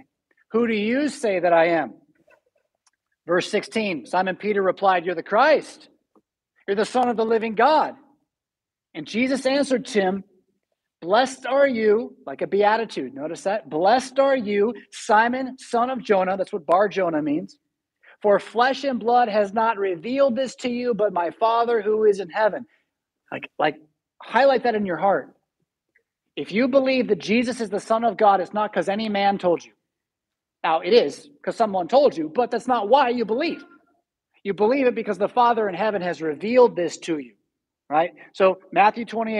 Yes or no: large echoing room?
yes